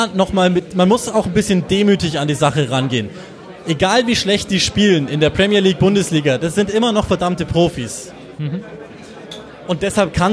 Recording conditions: live audience